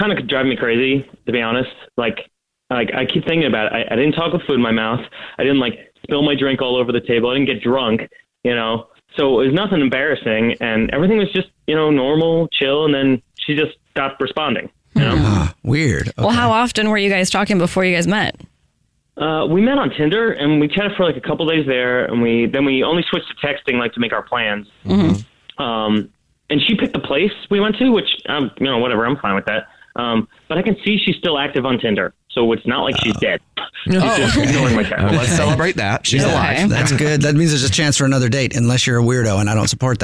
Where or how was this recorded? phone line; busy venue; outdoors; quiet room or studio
phone line